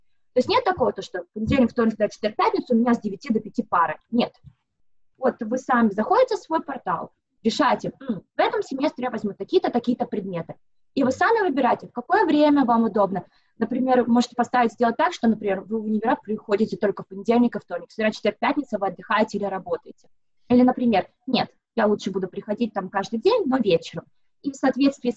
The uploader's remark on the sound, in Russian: поговорили с ней по Зуму